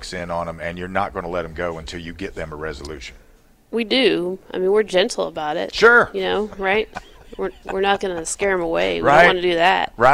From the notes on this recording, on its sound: Live at Upstate Warriors